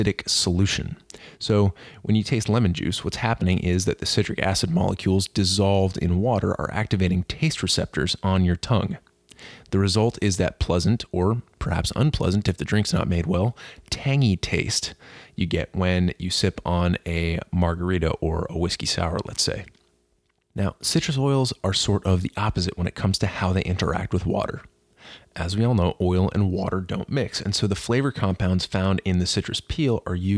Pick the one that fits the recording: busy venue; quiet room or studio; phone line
quiet room or studio